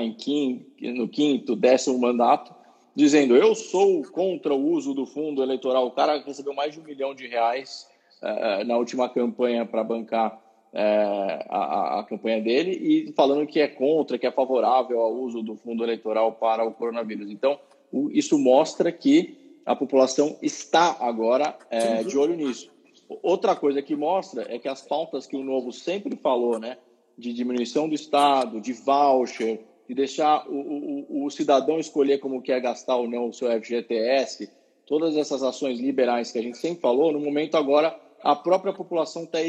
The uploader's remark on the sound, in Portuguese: Live no Instagram